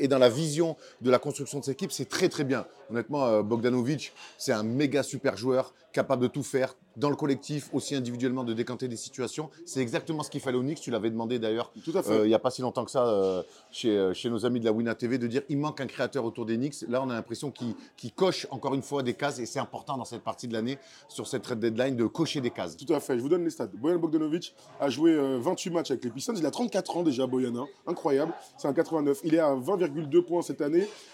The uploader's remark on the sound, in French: On fait le point rapidement sur ce transfert en direct d'un diner à New York !